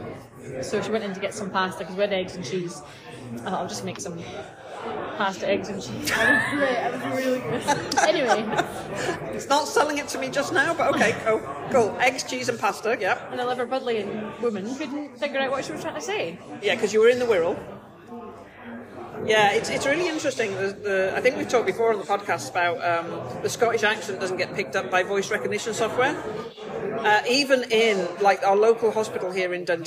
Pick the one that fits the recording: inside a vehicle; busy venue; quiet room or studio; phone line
busy venue